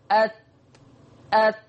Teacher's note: فلما بيحصل صدام من طرف لساني من ناحية الظهر من فوق بيصطدم ظهر طرف اللسان باصول الثنايا العليا · Term: مخرج حرف التاء